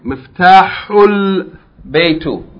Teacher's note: But if there's a word before it, any word before it, whatever the word is before it, the vowel from that word is going to be joined to the lam without pronouncing the A that's in L · Term: Hamzatul wasl